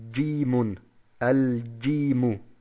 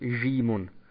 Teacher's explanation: Und diesen Laut, den es in anderen Sprachen gibt, Jim, also soweit ich weiß im Französischen, diesen Laut gibt es im Arabischen nicht. Dies ist ein eindeutiger Laut, der durch ein starkes Pressen hervorgerufen werden muss. Also durch ein starkes Pressen des zwischen Zunge und Gaumen. · Shown in: first take · Das heißt, wir sagen Jimun, Al-Jimu und nicht Jimun.